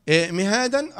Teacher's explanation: دال فتحة، ألف مد عوض حركتان عند الايه؟ عند الوقف